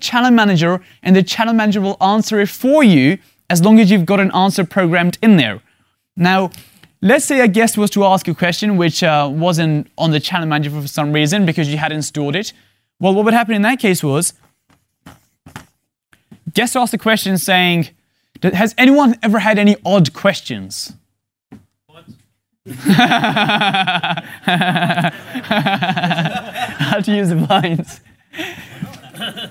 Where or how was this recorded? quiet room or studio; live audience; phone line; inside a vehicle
live audience